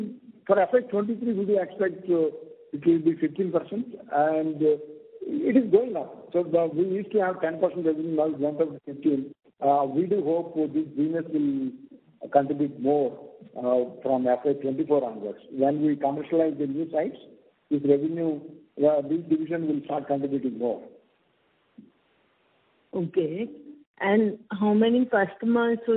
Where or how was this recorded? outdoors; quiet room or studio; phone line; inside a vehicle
phone line